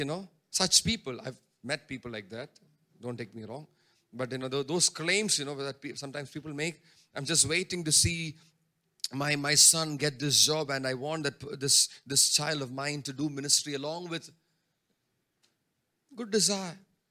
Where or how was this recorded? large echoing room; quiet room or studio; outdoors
large echoing room